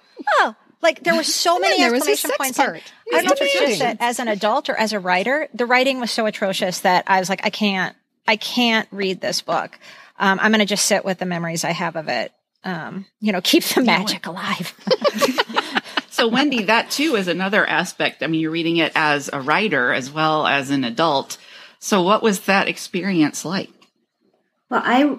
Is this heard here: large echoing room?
no